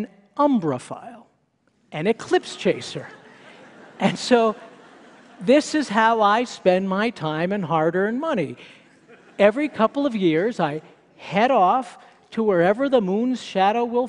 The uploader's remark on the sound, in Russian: Это выступление записано на мероприятии TEDx, независимо организованном местным сообществом с использованием формата конференций TED. TedxMileHigh.